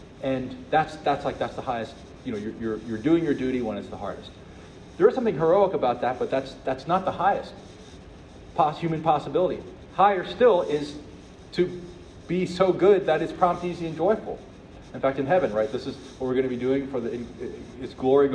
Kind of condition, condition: setting, large echoing room